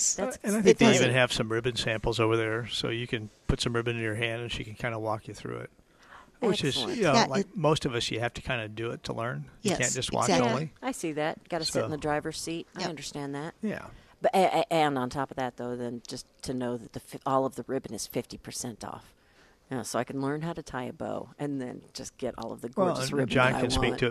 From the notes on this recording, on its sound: Plant Experts Live at Prairie Gardens.